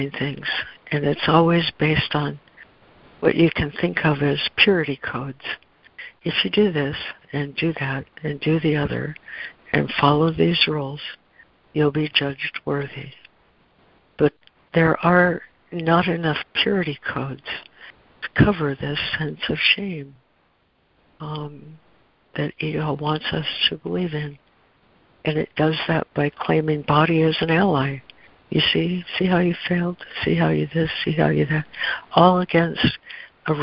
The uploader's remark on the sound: ACIM Daily Conference Call.